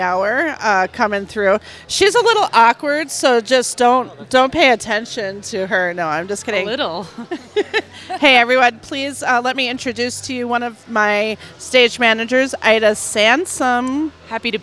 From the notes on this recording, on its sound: On location at LUSH